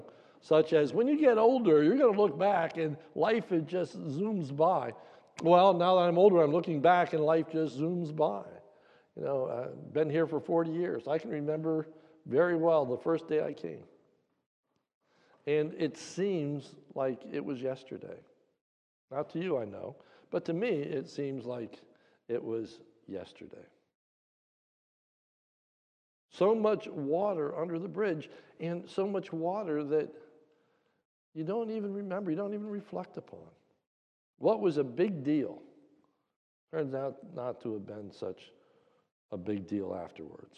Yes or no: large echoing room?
yes